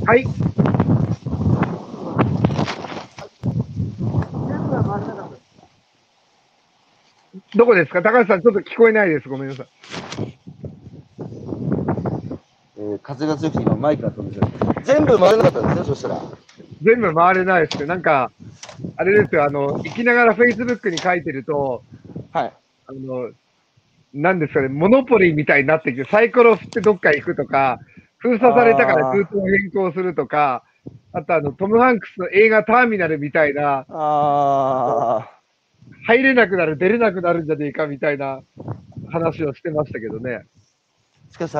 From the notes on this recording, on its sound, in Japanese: 歩きながら1時間、対談する